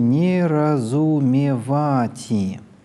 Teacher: Например, в самом начале, в слове «неразумевати», вот это вот «ва» длинное, а «ти» после него, безударное, повышается до «ре»